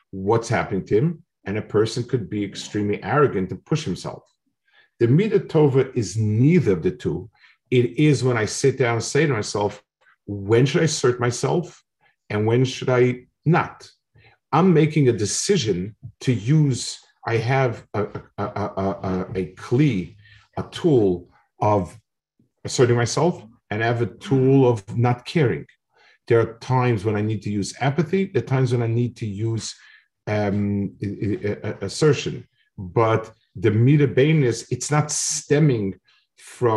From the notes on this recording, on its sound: This shiur take place over Zoom.